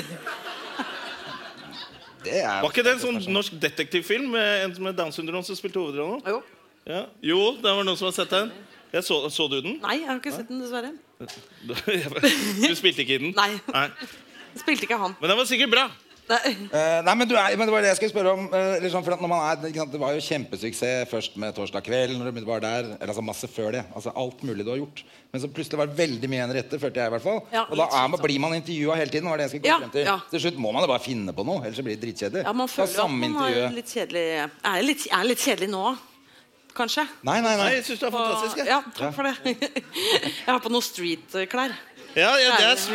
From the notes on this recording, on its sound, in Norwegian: LIVE fra Oslo Podfest. By Moderne Media.